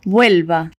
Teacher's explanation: esse V tem aquele som de B mais sutil do espanhol. Você tenta fazer esse som sem fechar a boca.